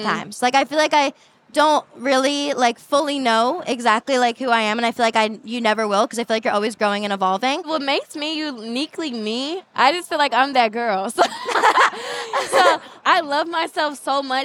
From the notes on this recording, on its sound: With a LIVE audience for this podcast episode. All with audience members playing along!